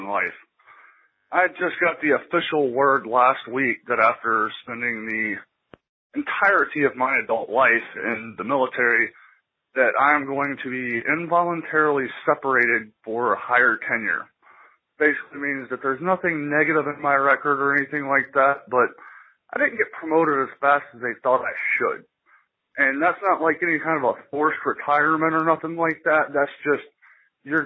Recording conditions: phone line